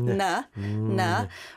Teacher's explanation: your tongue is behind your teeth against your upper gums